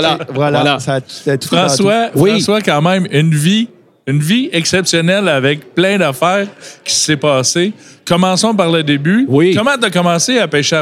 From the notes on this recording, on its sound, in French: Voici le 3e épisode de la série de 4 podcast enregistrés au salon de la pêche à la mouche de Trois-Rivières.